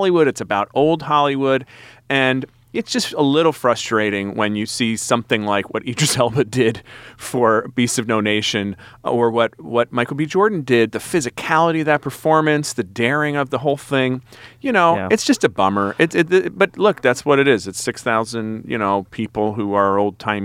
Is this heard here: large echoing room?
no